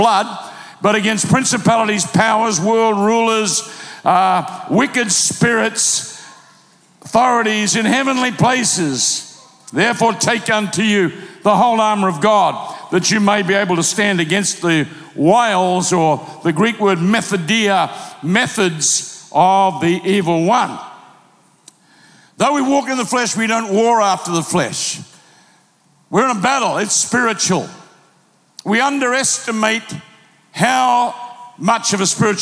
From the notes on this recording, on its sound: Recorded live at PlanetShakers Church.